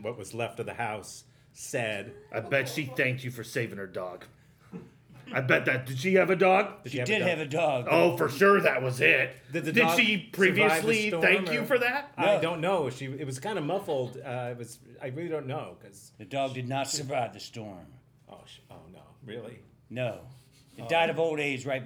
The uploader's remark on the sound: Live from the Miami Improv Festival!!